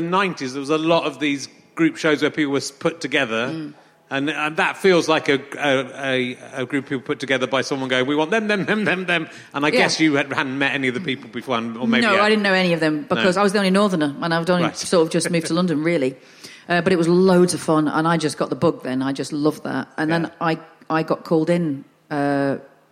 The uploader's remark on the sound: is at the Henley Festival and is up against the …, who prove to be much more popular and louder than him, but his audience is small and enthusiastic